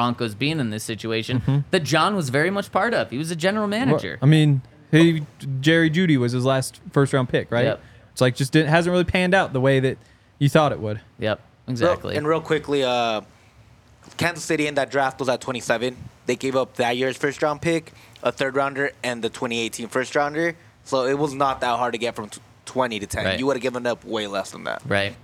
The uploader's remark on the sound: coming to you LIVE from the DNVR Bar